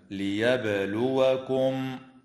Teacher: وتقلقل الباء وصلا ووقفا في كلمة ليبلوكم